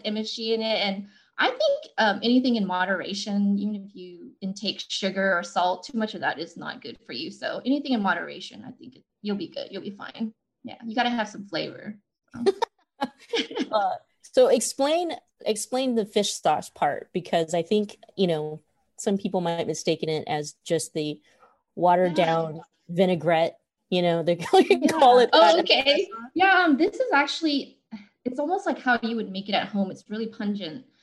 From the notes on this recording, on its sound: This program was recorded via video conference on April 16th, 2021 by the Commonwealth Club of California.